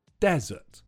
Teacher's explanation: The only thing to be careful about with this word is the stress. It's on the first syllable